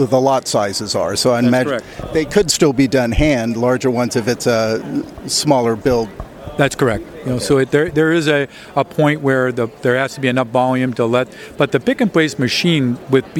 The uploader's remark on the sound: On Location at APEX 2023 with EMSNOW and SCOOP.